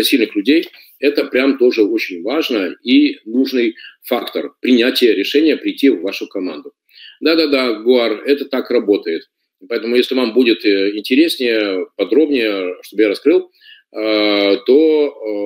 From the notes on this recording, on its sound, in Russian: Запись вебинара.